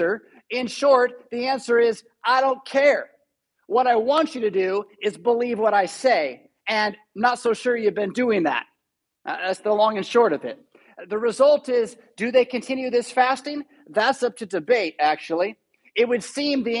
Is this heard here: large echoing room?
yes